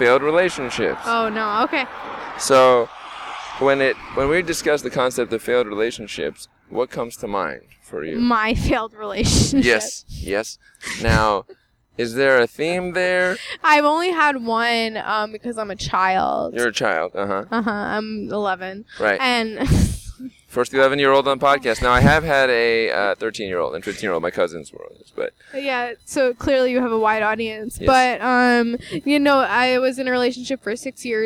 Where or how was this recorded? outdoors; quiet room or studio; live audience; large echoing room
outdoors